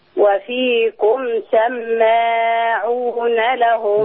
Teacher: سماعون اللي فيها غنة عشان الميم مشددة